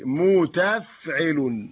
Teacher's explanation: مستفعل، نحذف حرف السين وننطق الباقي متفعل · Term: خبن